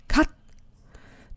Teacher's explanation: 它的这个辅音呢，是一个平音，所以呢，大家要注意一下，送气不要送得太狠